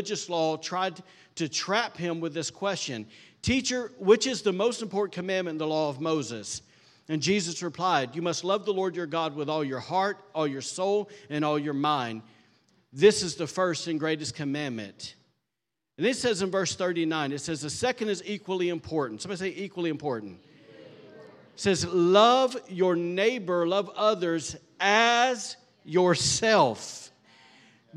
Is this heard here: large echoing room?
yes